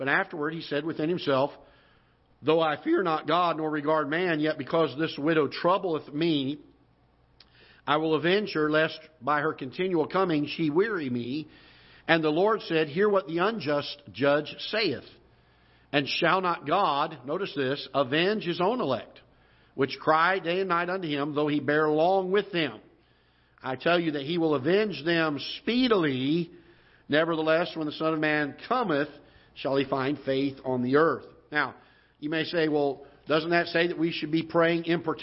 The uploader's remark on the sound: Ketha Heights Baptist Church ~ Live Broadcast